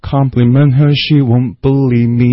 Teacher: Her she 是直接连在一起的哈